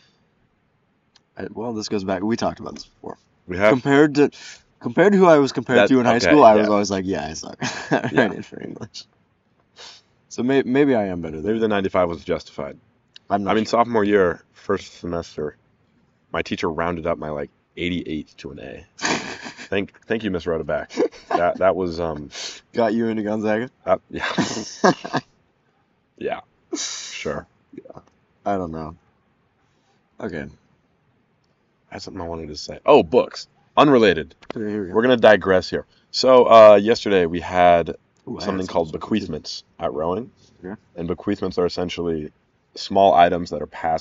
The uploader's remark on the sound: This was recorded outside so there may be wind.